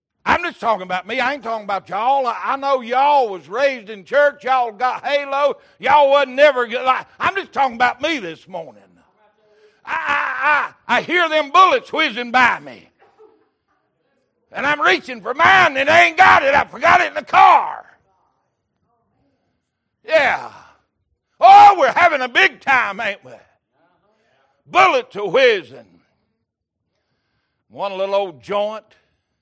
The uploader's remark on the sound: Recorded October 16, 2022 - Sunday Morning Servcie